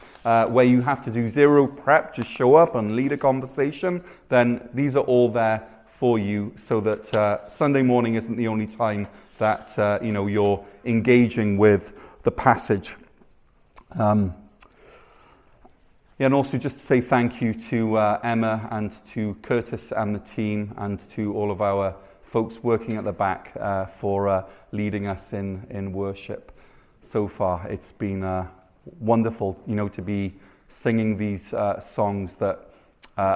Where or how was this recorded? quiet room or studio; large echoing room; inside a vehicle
large echoing room